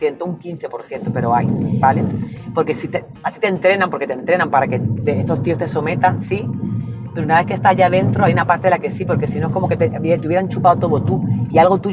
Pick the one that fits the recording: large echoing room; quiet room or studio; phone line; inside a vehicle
inside a vehicle